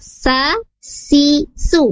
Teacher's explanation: Untuk huruf sin, makhrajnya terletak di ujung lidah, diletakkan pada dinding gigi seri bawah